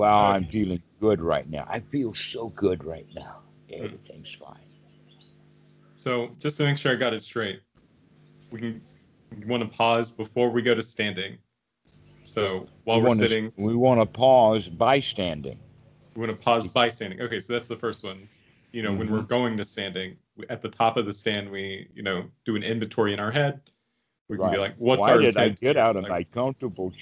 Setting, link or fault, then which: link, video call